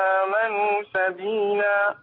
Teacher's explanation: أوتوا تمد أربع حركات، وآمنوا تمد أيضا أربع حركات · Term: توسط البدل